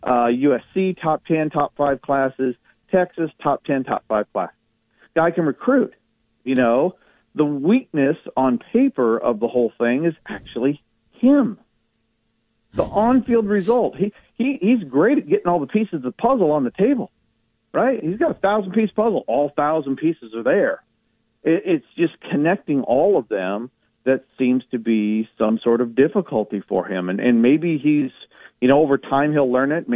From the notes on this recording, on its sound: joins the show live on the Farm Bureau guest line